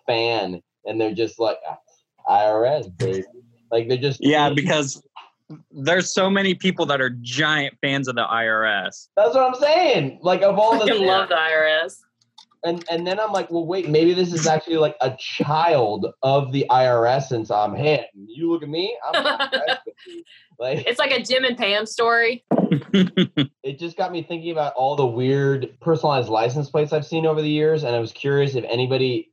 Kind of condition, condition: link, video call